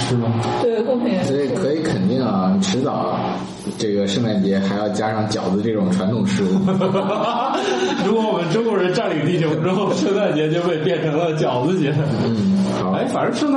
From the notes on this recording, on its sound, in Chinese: 本期节目在玉米实验室的办公区用录音笔录制，可能有街道上的杂音，请见谅。